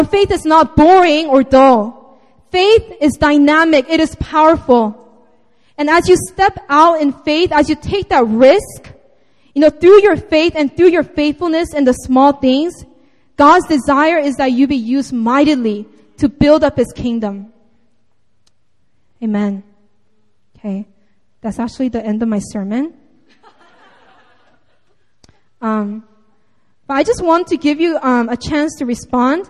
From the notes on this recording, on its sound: Sunday Service (Seaside Campus 2:30pm)